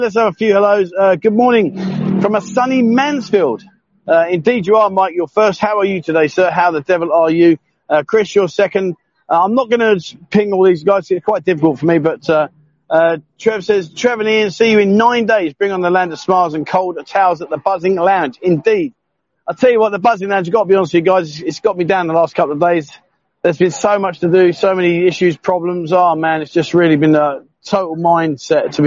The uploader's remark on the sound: LIVE walkabout but not in Pattaya